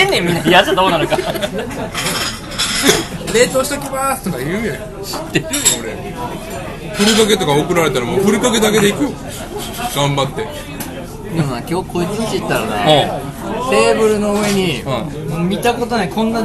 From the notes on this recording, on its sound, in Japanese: 引き続き焼き鳥屋での収録。音量バランスが崩壊しており。